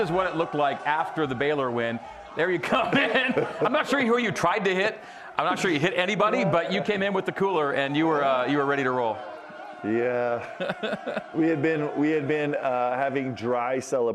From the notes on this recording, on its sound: A live audience in Studio C.